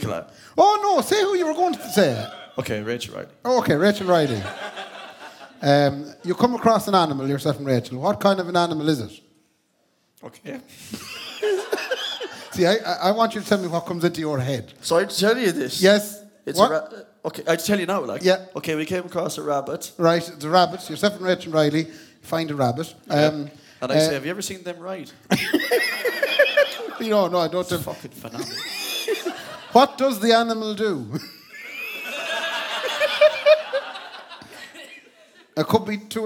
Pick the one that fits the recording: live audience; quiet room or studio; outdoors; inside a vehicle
live audience